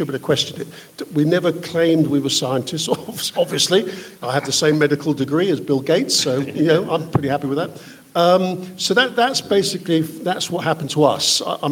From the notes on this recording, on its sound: LIVE FROM Wallingford Town Hall Nr Oxford, England